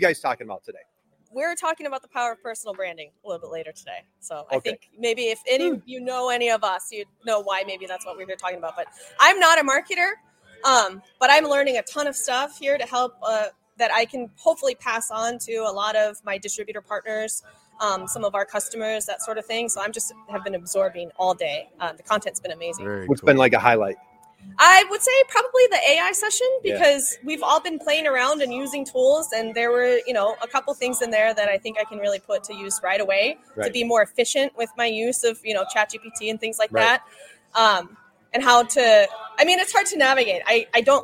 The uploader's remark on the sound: Live at the Industrial Marketing Summit 2024